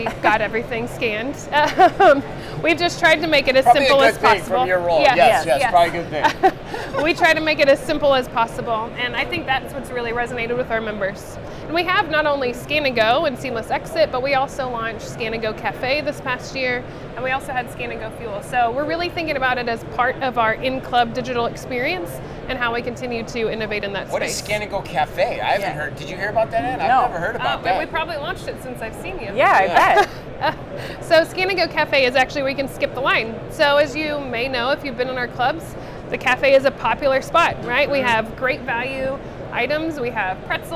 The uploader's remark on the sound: Live From NRF 2024.